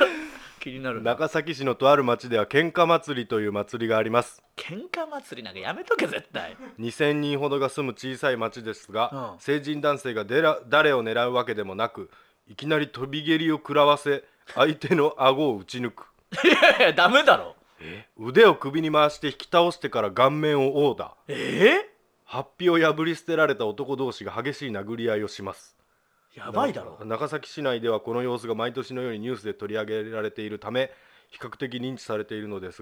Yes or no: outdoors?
no